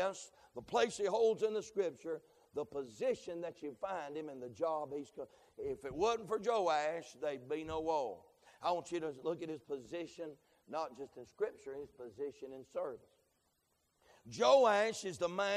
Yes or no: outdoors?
no